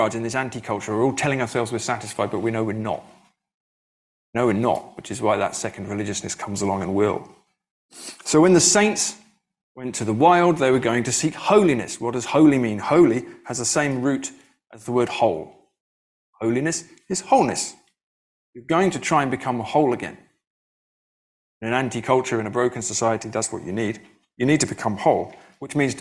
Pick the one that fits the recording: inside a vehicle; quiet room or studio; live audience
live audience